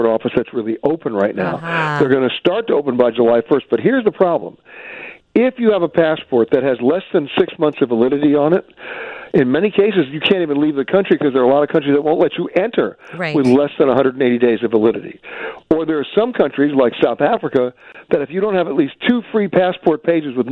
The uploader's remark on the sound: he takes your phone calls